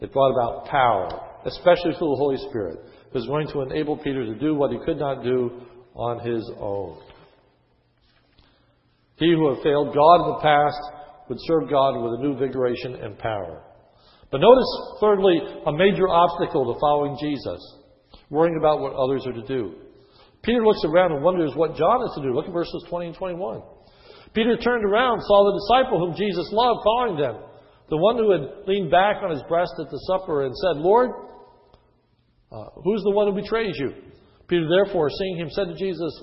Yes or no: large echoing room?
yes